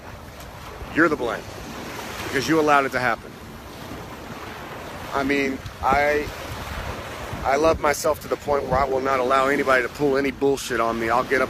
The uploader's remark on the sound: Live from Pattaya Beach, Thailand. Live from Pattaya Beach , Thailand.